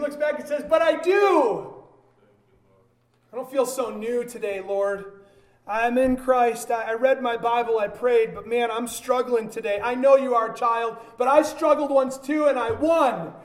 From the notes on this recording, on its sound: a sermon delivered at Byron Baptist Church, during a joined gathering